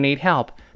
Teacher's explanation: 这个 need 呢，在这儿没有失去爆破，因为后面是 help 是 H 开头的